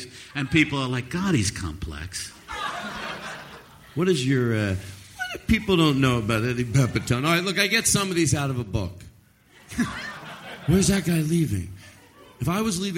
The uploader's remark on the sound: Live from LA Podfest. A special live episode from LA Podfest 2015.